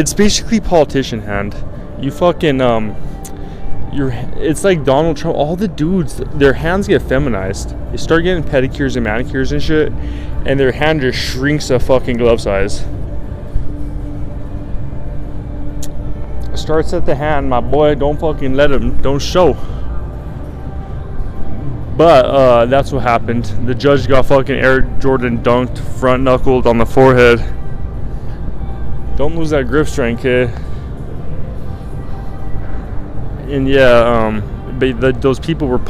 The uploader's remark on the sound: LIVE from RESORTS WORLD